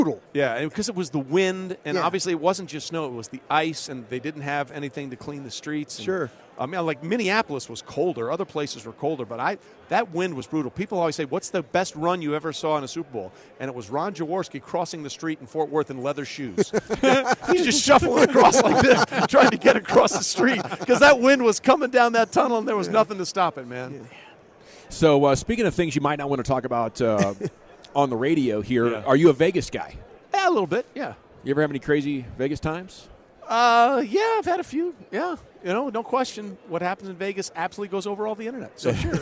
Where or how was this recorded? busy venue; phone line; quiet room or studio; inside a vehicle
busy venue